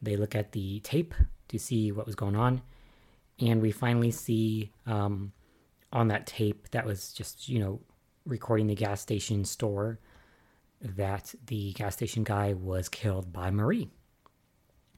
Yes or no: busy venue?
no